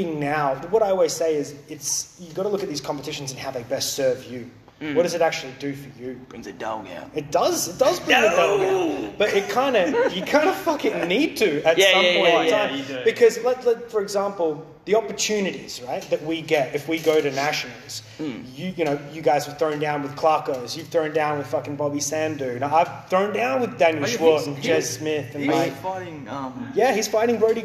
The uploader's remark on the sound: Another incredible showcase took place At the M16 Invitational and as always the Bat-Phone was live at the evebt to get all the behind the scenes action. We hear from competitors before and after their matches, we get spectator reactions as well as on the spot match breakdowns and commentary.